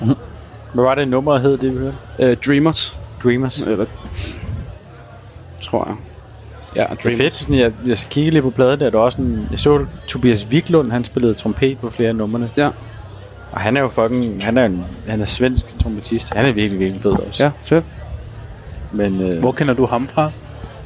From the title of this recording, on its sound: Live fra den hemmelige jazzklub